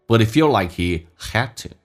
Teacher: h 音被击穿，也就是 h 不发音，用前面 but 的 t 跟后面进行连音，而且 T 要浊化成 D